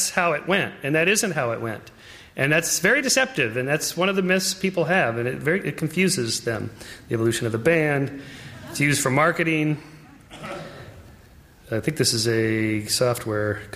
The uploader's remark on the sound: Talk presented by the Division of Biological Sciences and the Helen Edison Lecture Series at the University of California, San Diego.